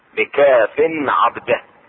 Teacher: إظهار التنوين عند العين